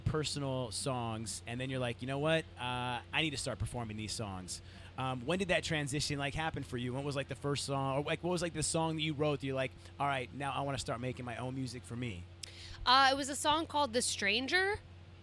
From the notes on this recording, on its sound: The Mix is live backstage at Lollapalooza 2023!